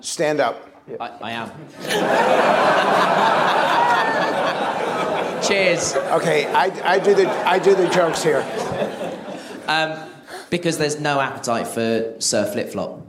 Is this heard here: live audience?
yes